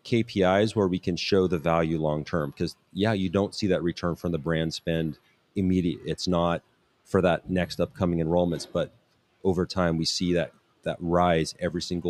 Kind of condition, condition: setting, busy venue